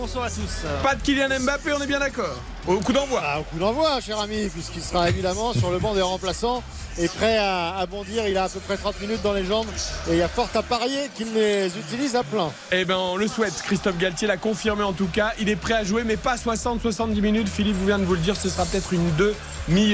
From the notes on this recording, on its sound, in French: en direct du Parc des Princes